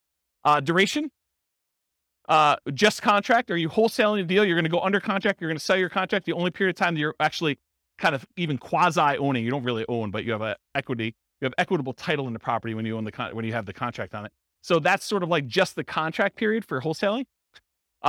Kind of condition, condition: setting, live audience